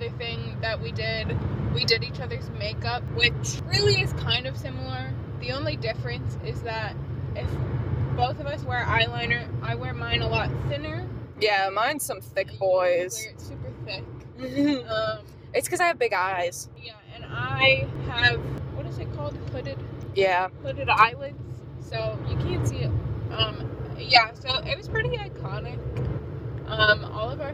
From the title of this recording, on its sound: Carcast